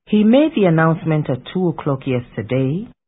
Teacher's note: Observe that the sentence has the structure of a statement, but it is understood as a question because of the rising intonation.